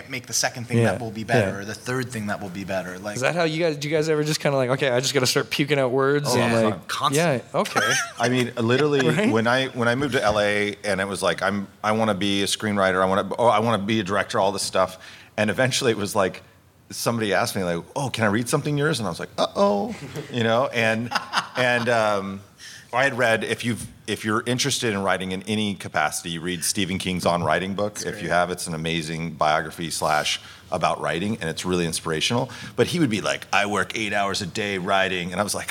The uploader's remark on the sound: take questions LIVE from FanExpo Philadelphia 2023